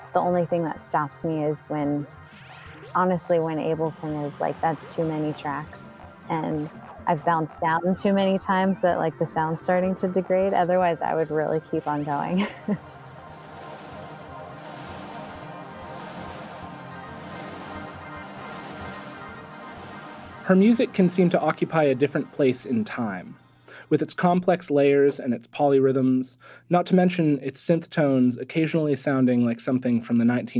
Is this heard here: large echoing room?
no